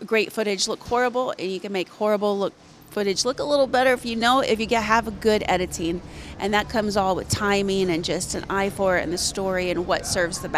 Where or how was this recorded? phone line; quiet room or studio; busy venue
busy venue